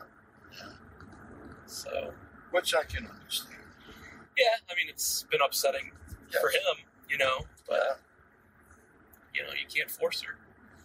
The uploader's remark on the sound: Drove. To visit his brother on Cape Cod, so the audio is not ideal.